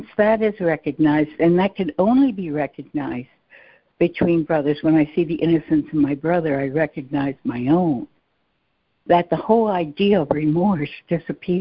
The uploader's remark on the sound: ACIM Daily Conference Call